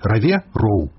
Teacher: беларускі гук «в» лёгка пераходзіць у паўгалосны гук «у» нескладовае